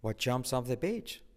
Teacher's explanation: Omitimos la T de what